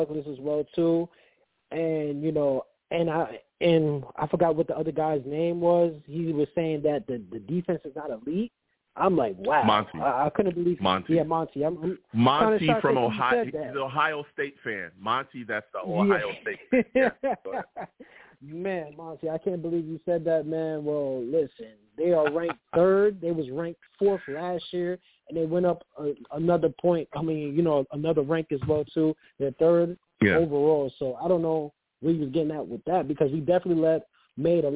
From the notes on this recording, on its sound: I take live callers!